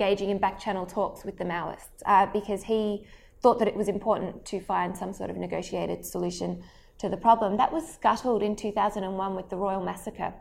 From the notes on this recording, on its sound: This was a guest lecture delivered to the Melbourne South Asian Study Group.